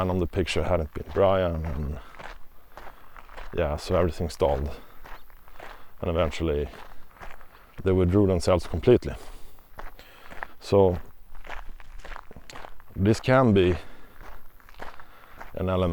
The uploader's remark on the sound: we head to an outdoor setting for the first time and experience various surrounding sounds (noizz)